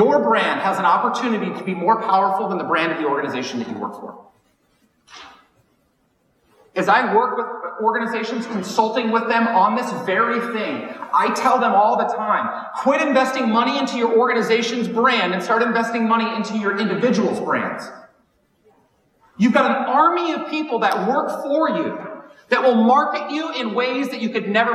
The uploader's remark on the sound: Keynote from WBM19. This episode features the audio from a keynote I recently shared. While the audio is not to the quality I prefer.